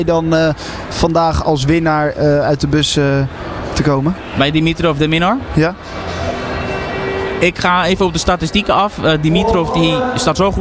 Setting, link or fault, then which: setting, busy venue